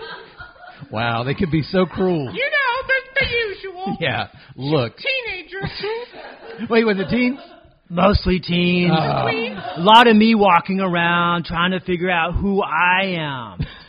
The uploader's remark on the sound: Recorded LIVE in front of an undead audience at BeezlePub's Tavern. The part of BeezlePub's was played by The Magnetic Theatre in Asheville, NC.